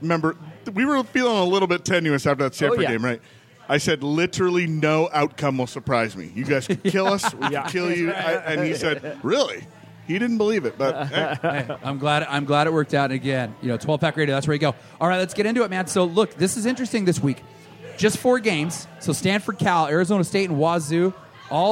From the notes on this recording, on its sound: live from the Roanoke